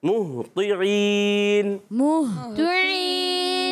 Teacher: ہا ادا ہوتا ہے حلق کے نیچے والے حصے سے، اور طو کے نیچے زیر ہے، طو حرف مستعلیہ میں سے بھی اور حرف مطبقہ یعنی ایکسٹرا موٹے حروف میں سے بھی، اور قرآن کا سب سے موٹا حرف بھی یہی طو ہوتا ہے.